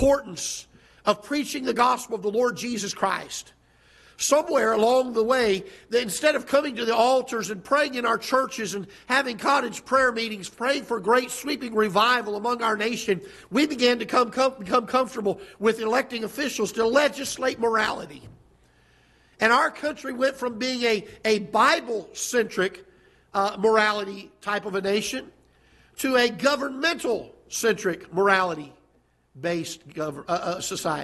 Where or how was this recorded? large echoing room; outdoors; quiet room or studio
large echoing room